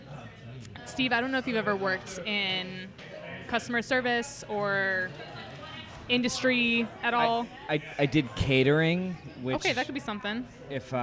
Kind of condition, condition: setting, busy venue